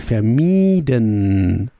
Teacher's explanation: But here the participle, we switch the E and the I, and we have first the E and then the I. Now it's pronounced like a long I, so we say vermieden.